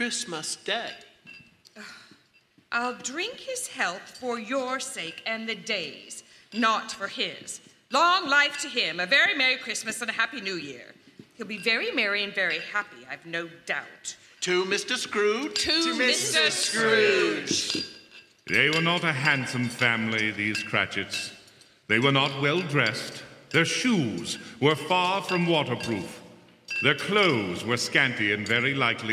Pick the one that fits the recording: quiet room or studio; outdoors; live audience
live audience